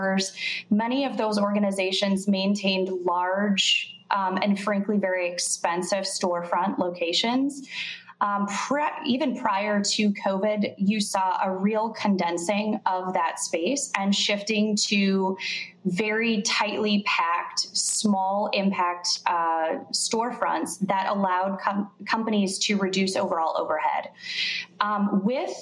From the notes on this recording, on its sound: During a virtual Fireside Chat. During the FreightWaves Last Mile Logistics Summi.